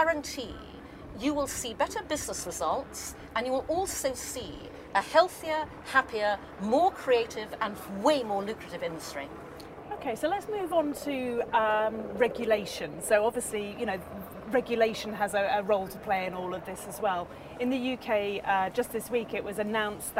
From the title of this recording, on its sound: Live at Cannes Lions